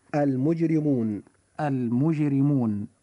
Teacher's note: أي الإخوة المؤمنون، وفي هذه الحلقة قرأنا معا الآية 12، وجاء قول الحق تبارك وتعالى ويوم تقوم الساعة يبلس المجرمون. كلمة المجرمون حرف الراء جاء فيها مكسورا فوجب ترقيقه فتنطق هذه الكلمة هكذا المجرمون المجرمون.